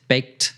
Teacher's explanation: when we have that K ending, it's supposed to be, the ED is pronounced as a T